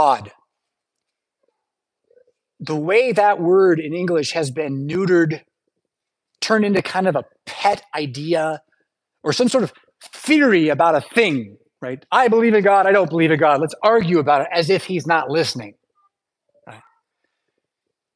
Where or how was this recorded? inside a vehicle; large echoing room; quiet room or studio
large echoing room